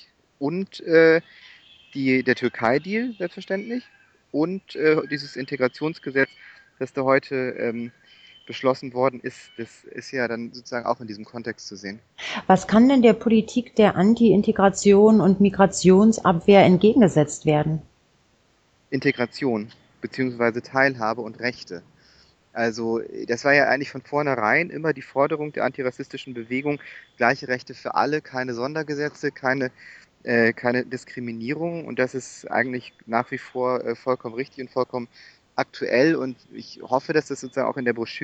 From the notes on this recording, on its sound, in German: Telefoninterview